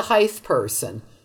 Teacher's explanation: I hear lots of people pronounce height as though it ended with TH, as in length and width